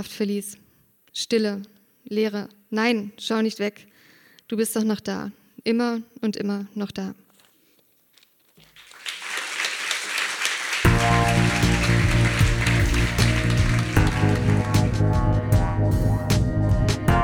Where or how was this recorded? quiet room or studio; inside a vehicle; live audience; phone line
live audience